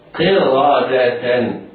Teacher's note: القاف مفخمة ولكنه تفخيم نسبي، والراء مفخمة لأنها مفتوحة